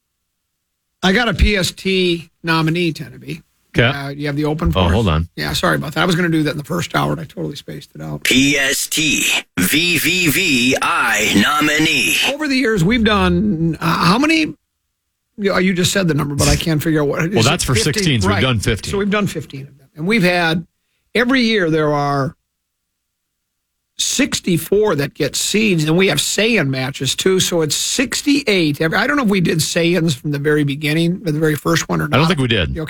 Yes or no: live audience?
no